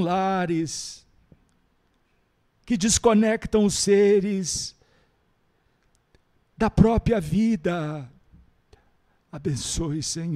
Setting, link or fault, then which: setting, live audience